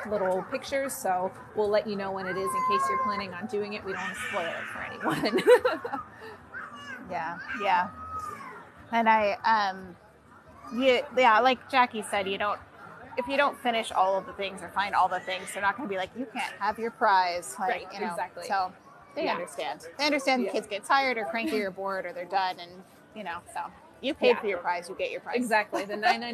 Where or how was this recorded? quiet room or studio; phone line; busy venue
busy venue